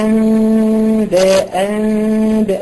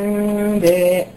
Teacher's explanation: بتلامس شفايفك، بتبقى متلامسه بعضها بخفه شديده جدا حتى تسمحي بالغنه · Shown in: second take · انها توصل للخرشوم، تبقى انباء. · Term: حكم الإقلاب